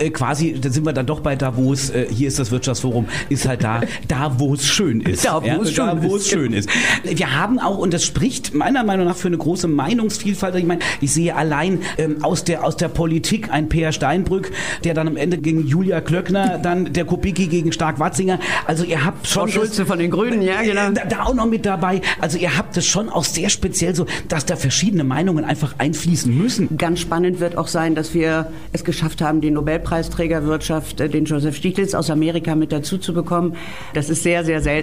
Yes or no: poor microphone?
no